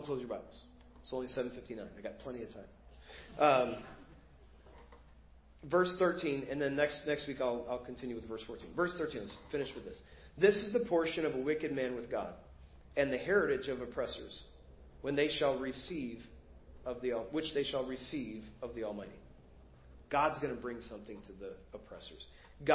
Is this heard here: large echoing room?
yes